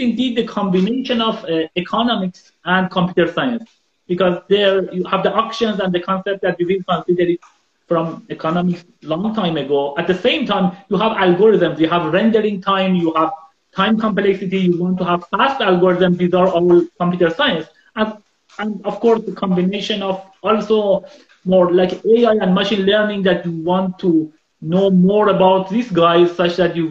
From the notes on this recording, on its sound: This is an Instagram Live